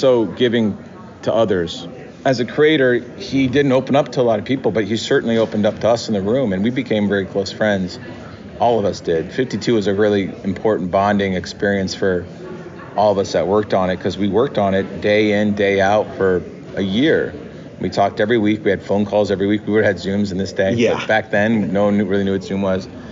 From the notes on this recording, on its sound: comes to you straight from New York Comic Con 2023